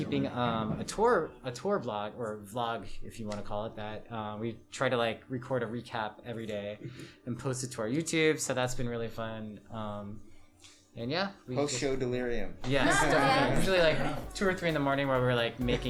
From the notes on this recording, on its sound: at the Minibar